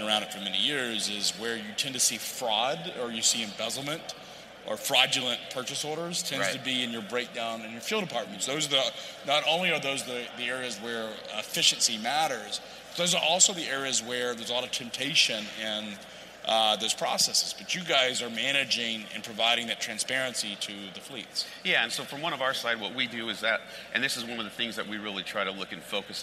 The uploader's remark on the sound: on the set of FreightWaves LIVE in Chicago